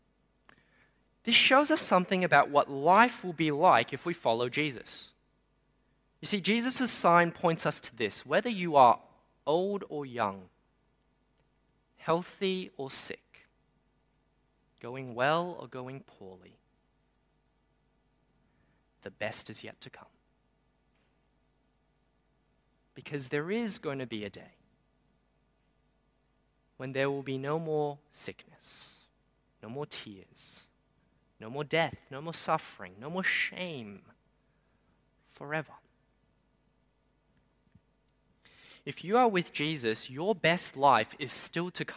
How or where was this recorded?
large echoing room